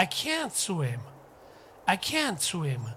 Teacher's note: can't の破裂音の t というのは、つけてもつけなくてもいいんですけども、もう can't 言った場合に、これをできないのというふうに聞こえますから、I can't.I can じゃなくて Ican't。can't にストレスがかかります。できないようだからね。